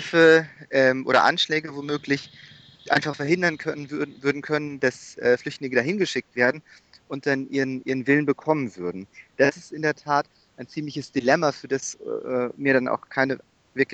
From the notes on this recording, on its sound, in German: Telefoninterview